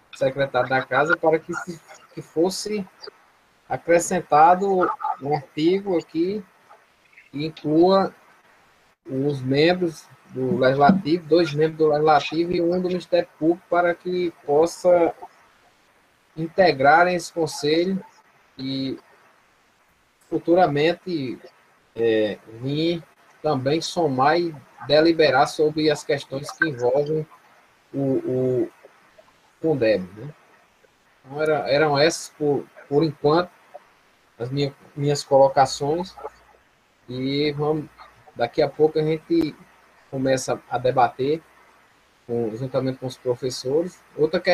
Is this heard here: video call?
yes